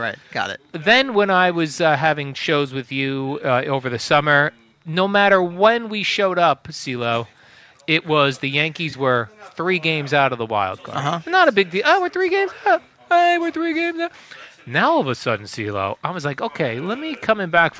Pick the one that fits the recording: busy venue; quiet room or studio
busy venue